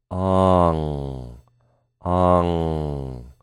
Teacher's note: Really focus on feeling the NG sound coming out your nose.